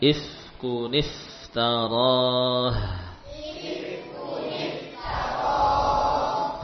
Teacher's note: Ya, sukun bertemu sukun. Ya, maka caranya adalah dengan mengganti suara nun sukun dengan nun kasroh. Ifkun menjadi ifkuni.